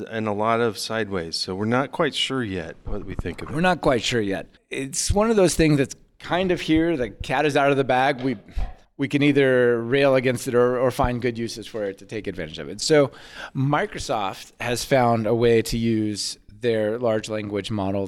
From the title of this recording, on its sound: Live From PyCon